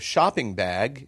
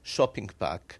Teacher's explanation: Like switching out G's at the end of words, so... it becomes a K. · Shown in: second take · So instead of shopping bag, it becomes shopping bag.